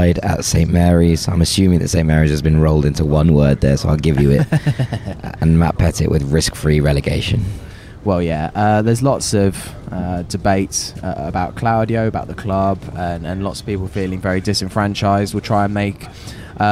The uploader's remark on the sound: Recorded on the train back from the South Coast.